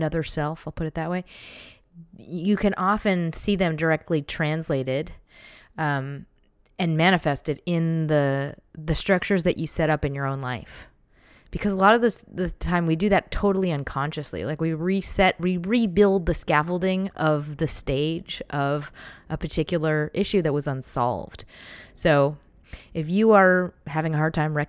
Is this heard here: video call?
no